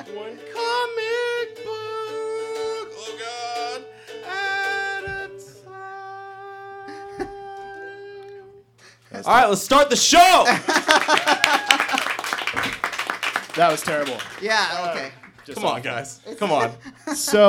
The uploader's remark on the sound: This week, our Heroes ventured down to Action City Comics in Federal Way, WA for their very first live performance!